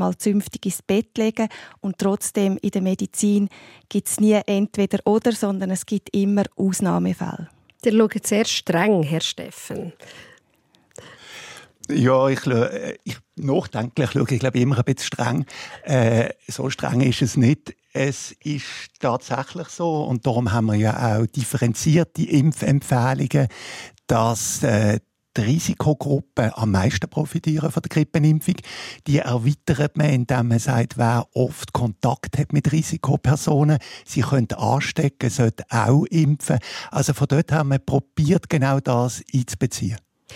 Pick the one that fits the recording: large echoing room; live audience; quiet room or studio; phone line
quiet room or studio